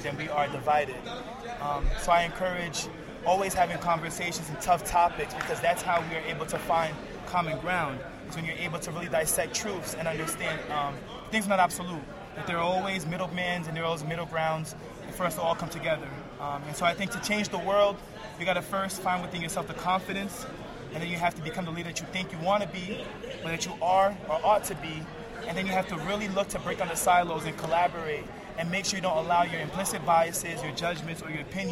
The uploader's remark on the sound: live at the Men of Color Summit at SUNY Fredonia in Fredonia, New York